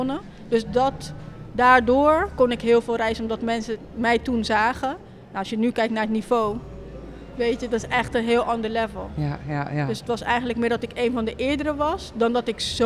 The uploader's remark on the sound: This time we’re streaming live from the exhibition “Street Dreams”.